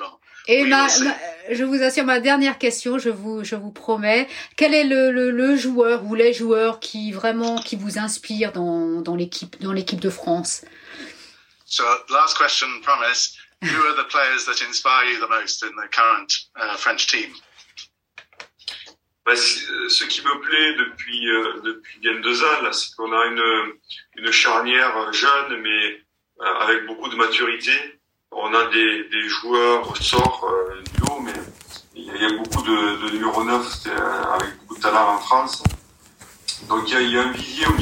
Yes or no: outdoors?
no